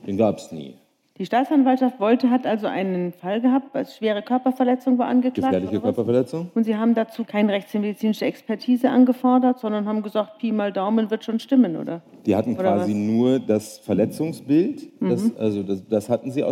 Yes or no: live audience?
yes